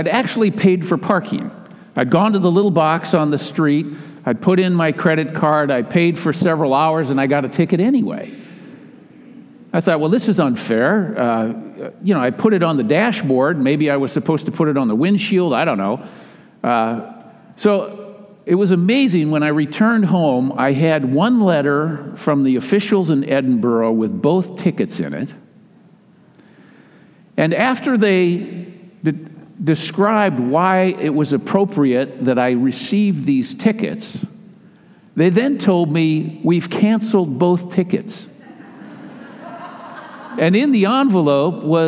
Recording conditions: large echoing room